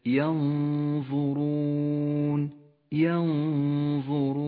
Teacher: والآن تأمل الألوان في كلمة ينظرون ينظرون، لونت النون بالأخضر لأنها تغن بمقدار حركتين فهي مخفية بحرف الظاء بحكم الإخفاء، والراء لونت بالأزرق الغامق لأنها مفخمة فخمت لأنها مضمومة